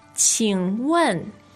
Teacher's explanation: So the tones are third and fourth